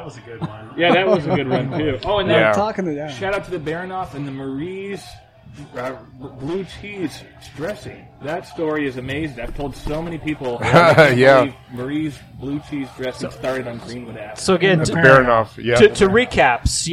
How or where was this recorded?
busy venue